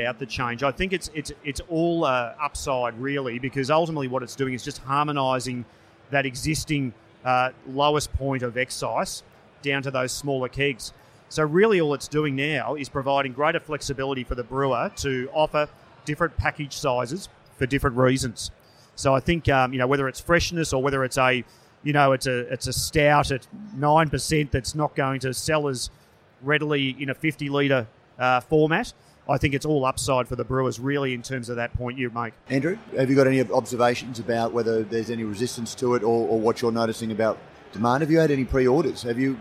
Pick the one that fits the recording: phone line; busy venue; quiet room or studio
busy venue